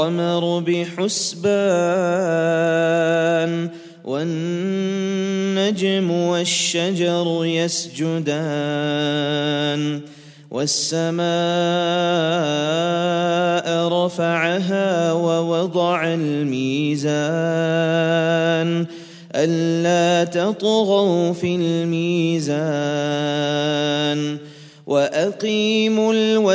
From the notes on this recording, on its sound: at the Houghton Masjid (West Street)